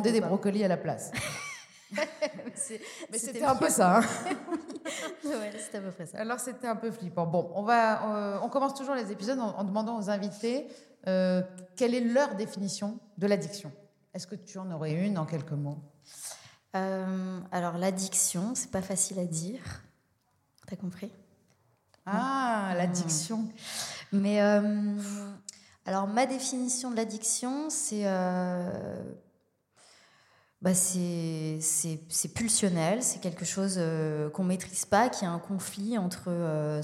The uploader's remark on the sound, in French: Cette semaine nous sommes en LIVE à la Villa Yora. Enregistré en public pour la première fois.